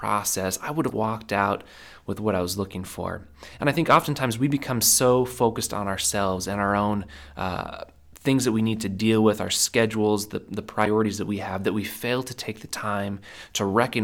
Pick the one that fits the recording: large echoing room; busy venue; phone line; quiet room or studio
quiet room or studio